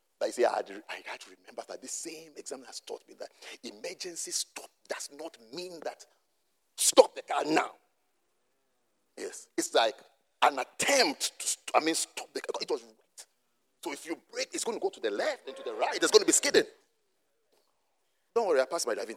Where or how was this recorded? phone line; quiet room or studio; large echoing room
large echoing room